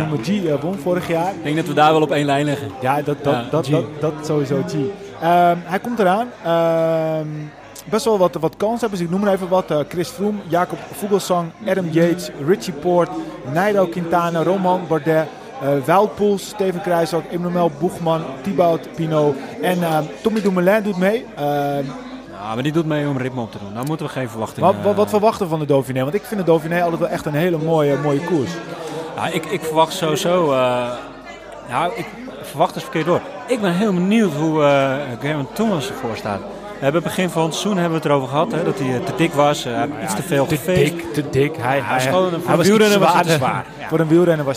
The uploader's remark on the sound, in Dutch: Vandaag zitten we niet voor de tv, maar zijn we live aanwezig in de koers en we doen het luxe, want we zitten in een VIP wagen bij de finish van de proloog van de Ronde van Noord-Holland.